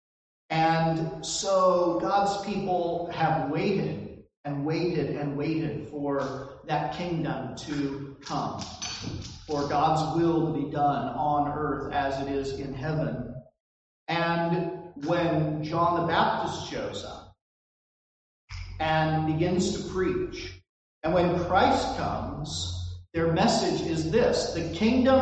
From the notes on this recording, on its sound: This recording suffers from poor audio quality.